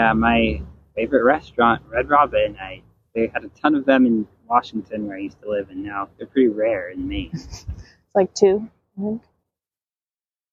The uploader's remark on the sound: This is a special bonus episode- it was recorded outside in the park with birds chirping all around us! I wanted to give this conversation a more natural vibe, with minimal editing and sound effects.